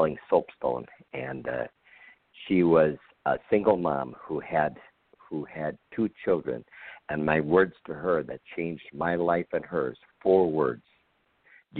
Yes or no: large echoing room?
no